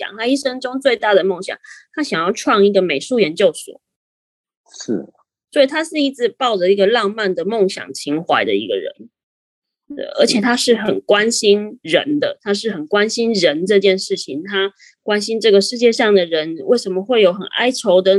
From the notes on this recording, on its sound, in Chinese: 本集採線上錄製